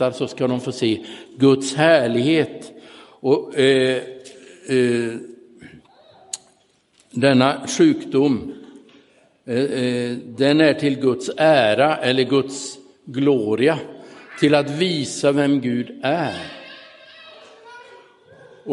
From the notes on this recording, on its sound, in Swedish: Inspelad i Roseniuskyrkan den 30 oktober 2022.